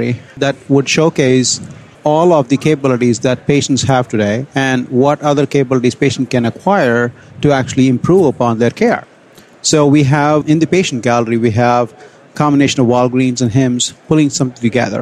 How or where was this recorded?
busy venue